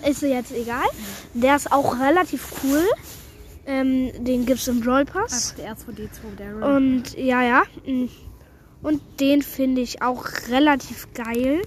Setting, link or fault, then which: setting, outdoors